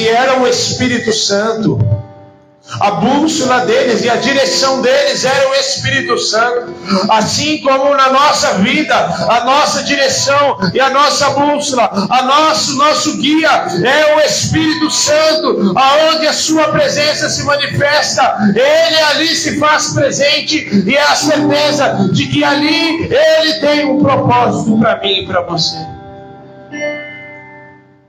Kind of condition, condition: setting, large echoing room